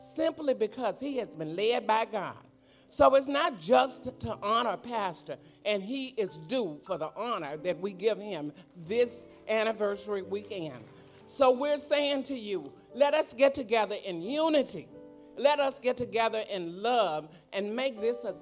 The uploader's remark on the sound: live-recording